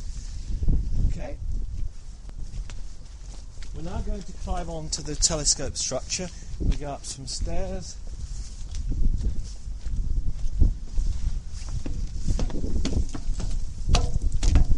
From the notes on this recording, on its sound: we go on a sound seeing tour of the Lovell Telescope during the winter solstice